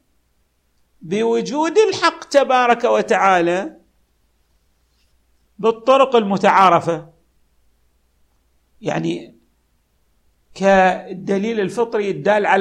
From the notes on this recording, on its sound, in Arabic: تسجيلات جامع الامام علي عليه السلام الأحساء المبرز